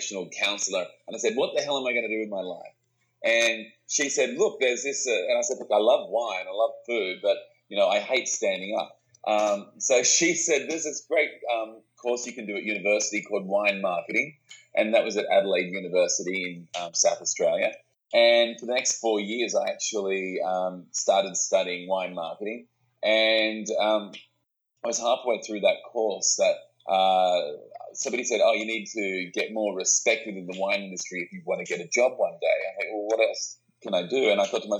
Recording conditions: poor sound quality